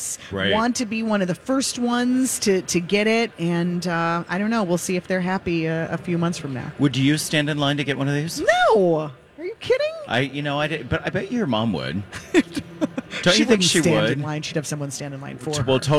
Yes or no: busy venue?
yes